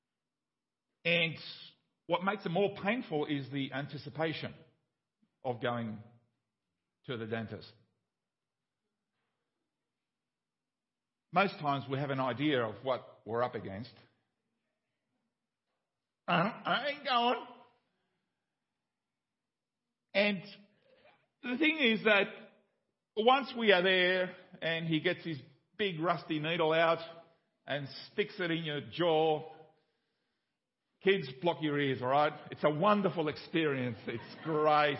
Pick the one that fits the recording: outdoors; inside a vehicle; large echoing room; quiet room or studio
large echoing room